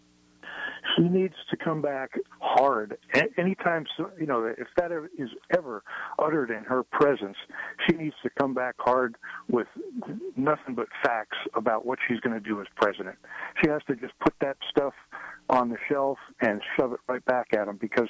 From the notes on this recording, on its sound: joined by callers